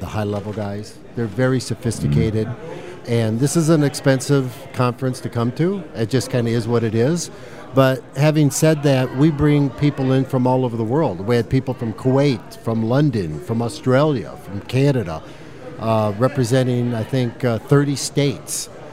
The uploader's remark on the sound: Join the VoiceAmerica Live events Crew as we Broadcast Live in Ft. Lauderdale Florida from the floor of the Pitbull conference.